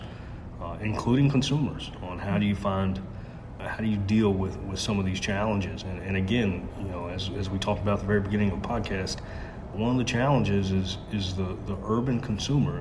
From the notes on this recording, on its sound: Recorded on February 25, 2020 at the National Association of State Departments of Agriculture conference